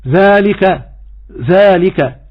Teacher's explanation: عندما لا يخرج لسانه في النطق بالذال فيقول ذلك ذلك، وهذا خطأ ونسمعه. طبعا العوام ينطقون هذا حرف الذال دون إخراج اللسان، يعني كثيرا نسمع ذلك، ولكن عندما نقرأ القرآن علينا أن نراعي هذه الأمور فنقول ذلك ولا أقول ذا ذا.